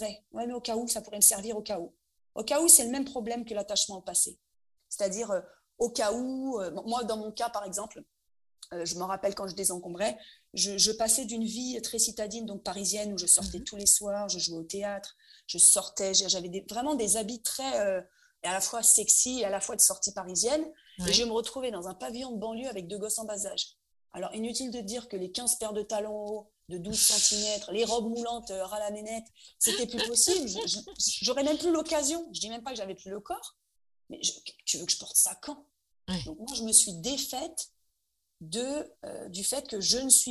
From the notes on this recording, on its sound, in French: La qualité de l'enregistrement n'est pas optimale, mais le contenu est là, désolée pour les oreilles sensibles, c'était mon premier enregistrement.